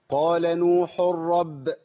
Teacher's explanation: يبقى دخل التنوين ده في الراء، يبقى عندي رأيين اللي هي الراء المشددة اللي جاية بعديها على طول. · Term: إدغام